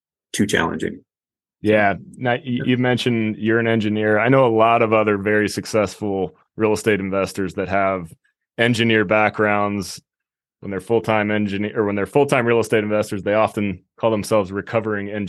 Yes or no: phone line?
no